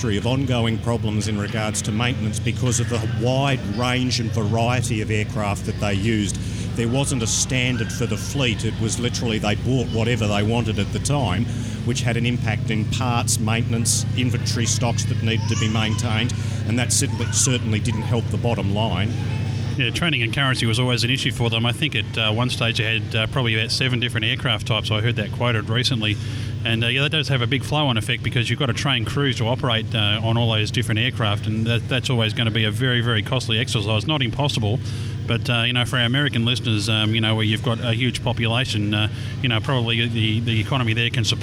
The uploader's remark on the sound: The boys are out at Coldstream airport for the Mission Aviation Discovery Day recording live.